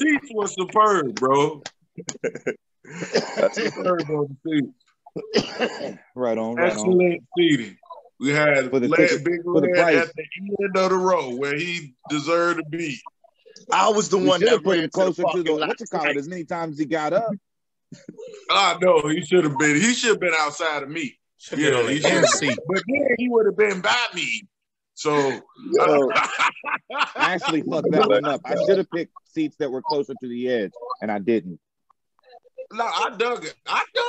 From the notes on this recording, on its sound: We were bored and decided to do a zoom meeting together.